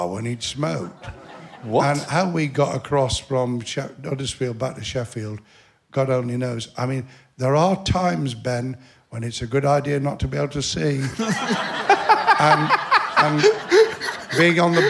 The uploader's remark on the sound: As you can hear, the audience hung on his every word... One member in particular which led to an emotional moment near the end of the show.